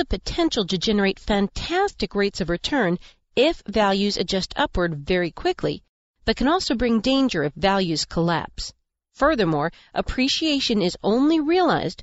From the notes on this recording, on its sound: Does the show from the car on his way to Meet the Masters this weekend.